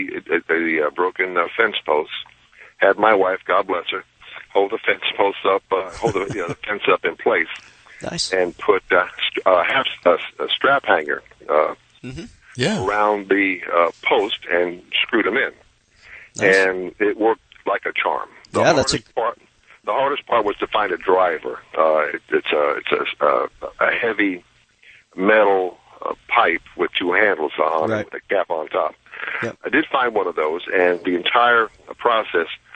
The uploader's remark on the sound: talk with callers